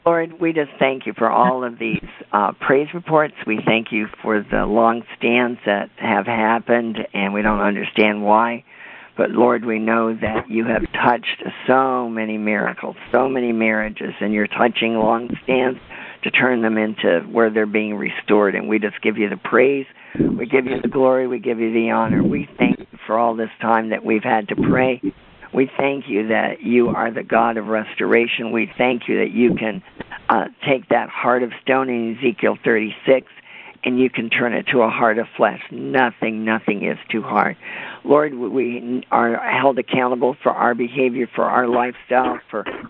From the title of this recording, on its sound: CONFERENCE CALL